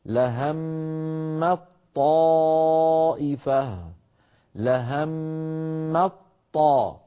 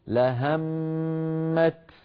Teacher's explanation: فندغم التاء في الطاء يعني نحول التاء إلى طاء وننطق بطاء مشددة · Shown in: first take · Term: الإدغام